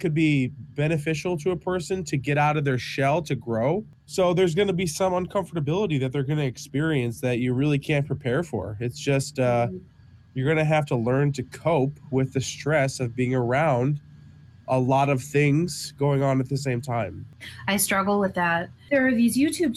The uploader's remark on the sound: almost been struck by a train at some point during this recording